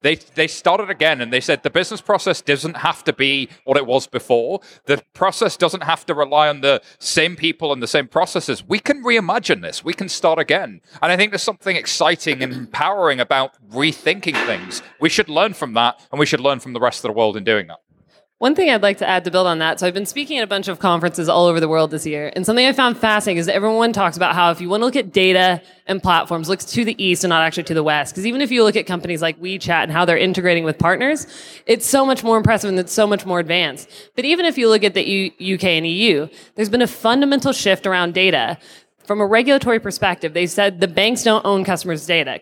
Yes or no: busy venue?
yes